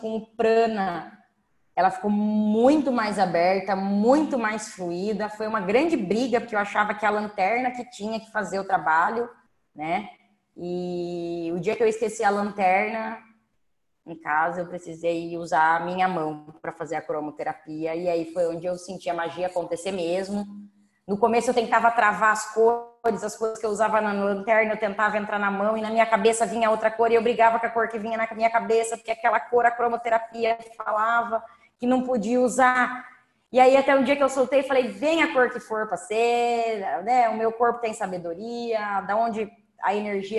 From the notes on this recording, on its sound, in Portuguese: Aula gravada pelo zoom.